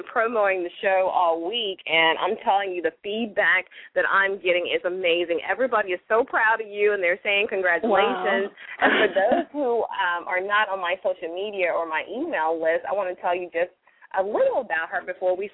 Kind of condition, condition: link, phone line